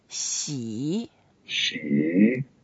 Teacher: 喜 is a third tone. You go down first and up.